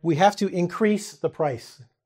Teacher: notice I said we have to increase the price, emphasis on the back